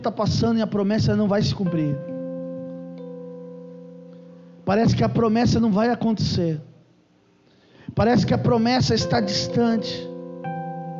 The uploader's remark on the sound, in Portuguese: Culto gravado em 03/04/2022 durante culto da familia